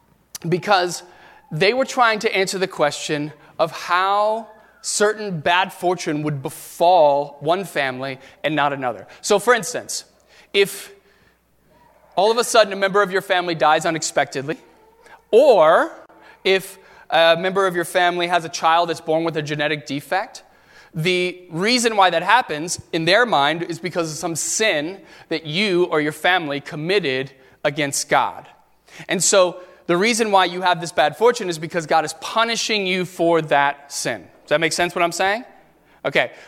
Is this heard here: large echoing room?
yes